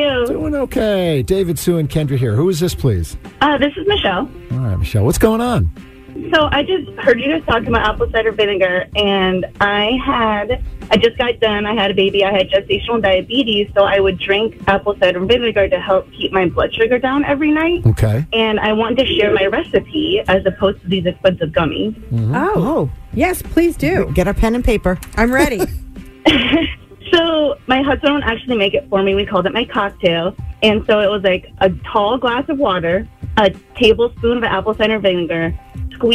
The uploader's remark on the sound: One of our MAGIC listeners called